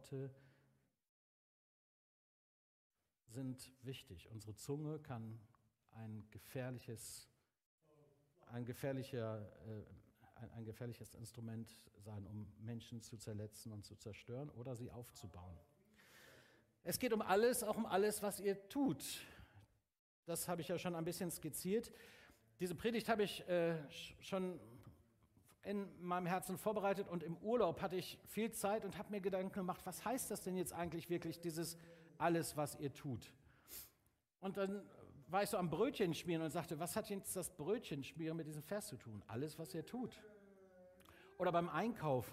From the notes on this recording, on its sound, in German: Aufzeichnung der Predigt des Gottesdienstes. Paulusgemeinde Bremen.